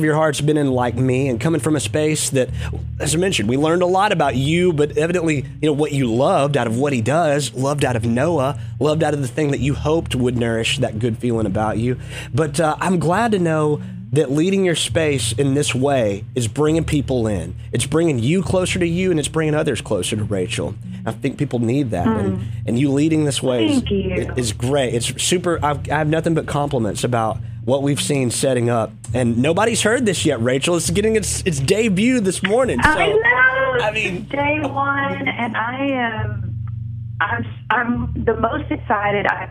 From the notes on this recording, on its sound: Joins the MY-101.5 morning show by phone.